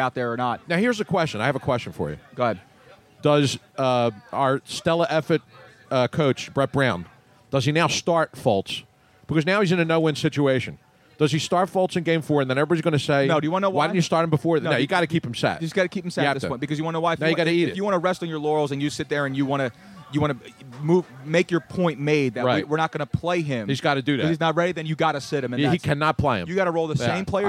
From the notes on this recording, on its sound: Moyamensing ave in front of beautiful Moonshine Philly! While we were pressing the flesh with the folks outside enjoying their lunch while we attempted to ruin it.